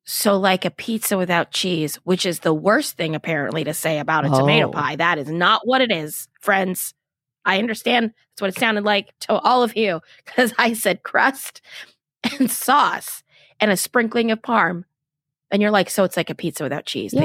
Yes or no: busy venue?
no